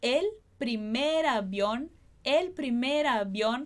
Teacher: a gente vai juntar esse R de primer com o A de avión